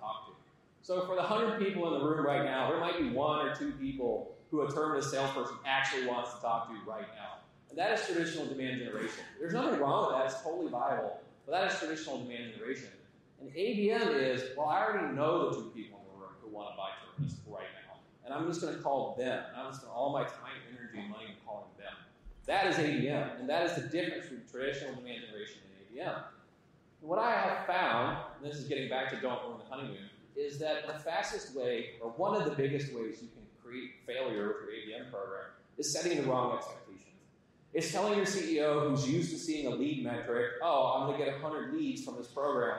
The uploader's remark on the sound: Audience Q&A